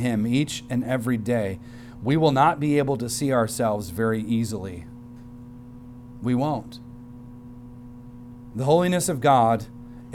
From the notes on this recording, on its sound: recorded on Sunday, October 22nd, 2023, at the weekly worship gathering of Cross & Crown Church